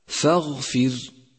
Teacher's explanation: رققت الراء في كلمة فاغفر فاغفر لأنها سكنت وقبلها كسر أصلي، فتلفظ هكذا فاغفر. · Term: الراء المرققة